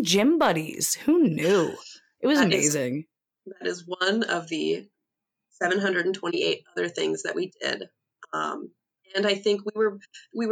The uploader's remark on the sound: Forgive some of the technical difficulties, as we acclimate to podcasting remotely.